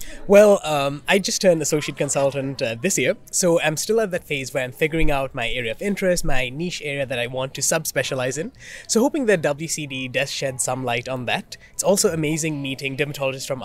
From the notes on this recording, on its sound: World Congress of Dermatology 2023. This episode of Spot Diagnosis was recorded live at the World Congress of Dermatology in July 2023.